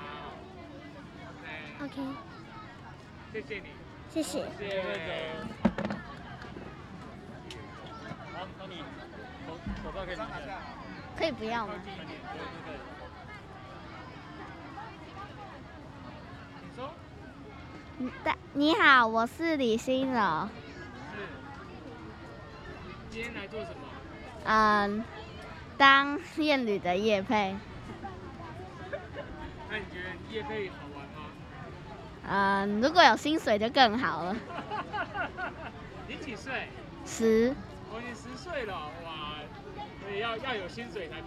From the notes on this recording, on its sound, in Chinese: 北投兒童人權園遊會活動中，孩子們的真實聲音。本集收錄了 2021 年我們攤位參加由台灣親子共學教育促進會舉辦的兒童人權園遊會攤位，我們所設置的錄音闖關活動。前面七分鐘是將來訪攤位的各個家庭的聲音所合成的第一個段落。